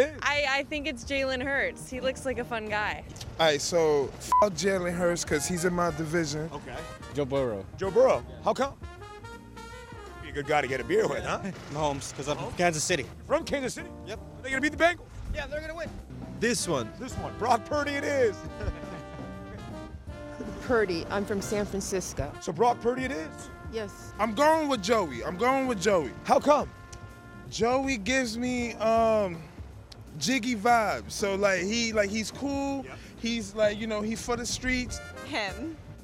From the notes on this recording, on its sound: hits the streets of NYC to talk to the locals